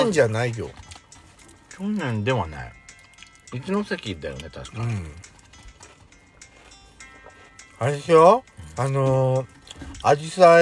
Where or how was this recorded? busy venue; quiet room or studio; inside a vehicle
inside a vehicle